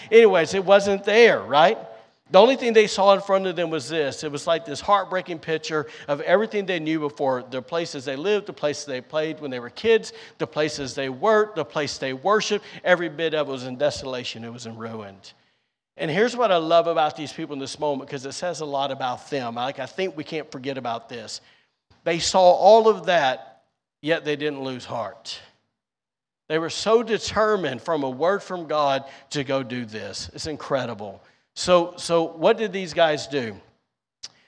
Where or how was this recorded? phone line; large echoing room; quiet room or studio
large echoing room